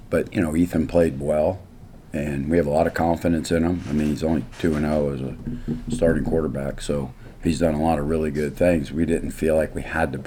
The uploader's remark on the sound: Postgame press conference following Texas State win.